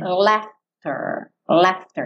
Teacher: E esse AU vai ter um som meio de E mesmo. No inglês britânico, um pouquinho mais A.